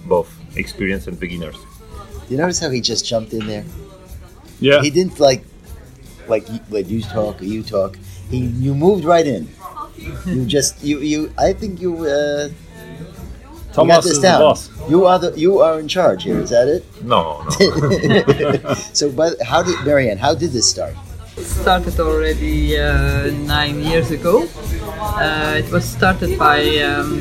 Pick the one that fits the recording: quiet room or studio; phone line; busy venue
busy venue